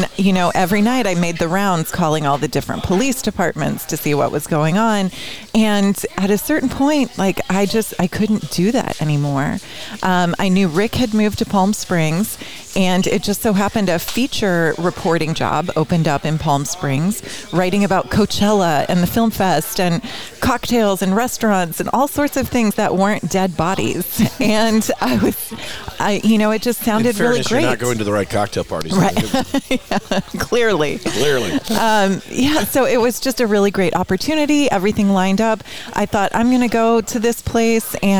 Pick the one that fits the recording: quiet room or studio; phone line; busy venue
busy venue